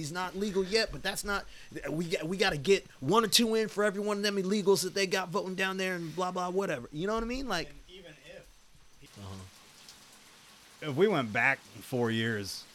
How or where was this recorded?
outdoors